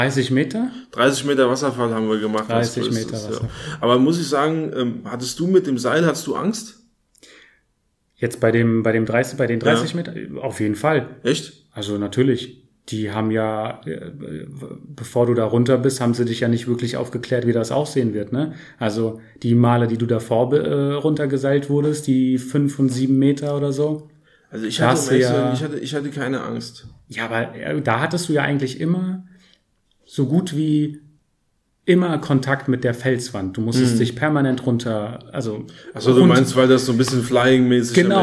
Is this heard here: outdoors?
no